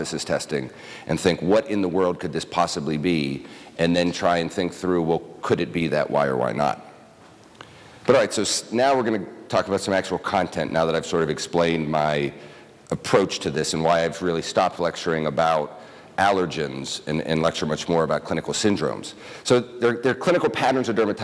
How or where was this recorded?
large echoing room